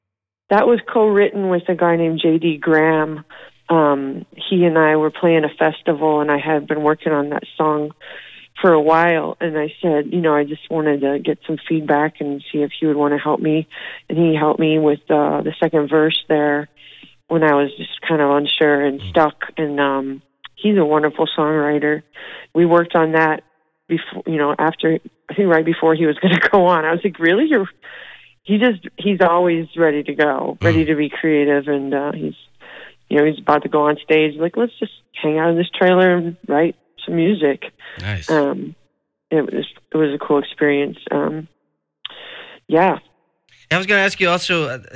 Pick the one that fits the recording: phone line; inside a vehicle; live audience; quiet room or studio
phone line